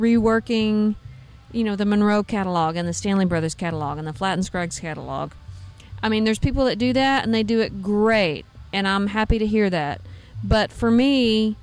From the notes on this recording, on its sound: In this interview, she sits down backstage on a Saturday night at SamJam Bluegrass Festival in Piketon, OH.